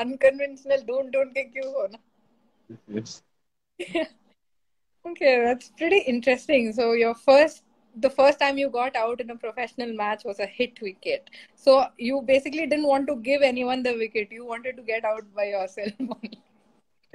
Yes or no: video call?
yes